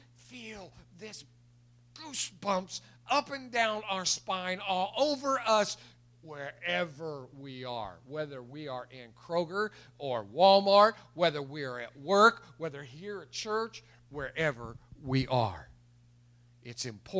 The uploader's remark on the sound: It was recorded March 21, 2021 at Open Bible Church in Lawrenceburg, KY.